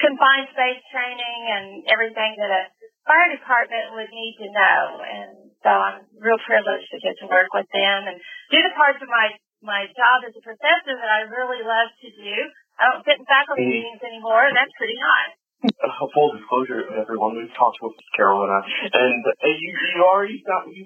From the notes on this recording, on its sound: The audio is a little rough.